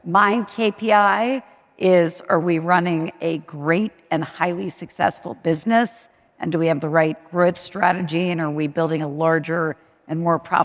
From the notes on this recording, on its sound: Live at Primary's NYC Summit. The very first live and on-stage Cartoon Avatars from Primary's New York City Summit. In front of a live audience.